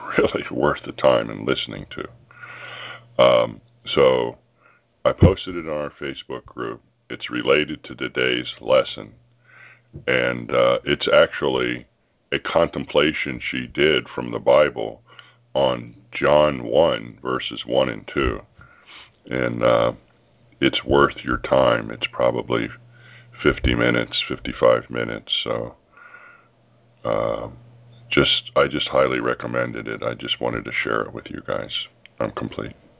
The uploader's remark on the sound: Conference Call